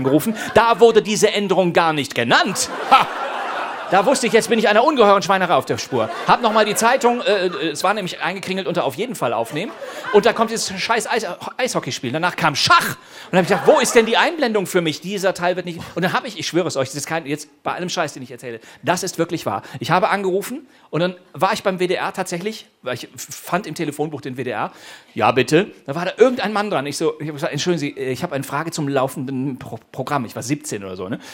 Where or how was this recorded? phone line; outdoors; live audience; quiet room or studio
live audience